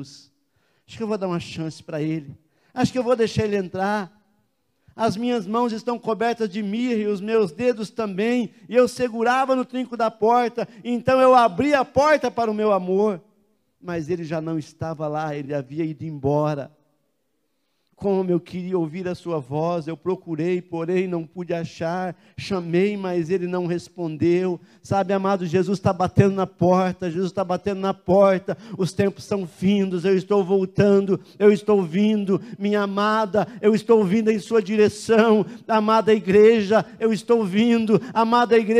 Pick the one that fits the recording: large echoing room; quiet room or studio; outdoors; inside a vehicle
large echoing room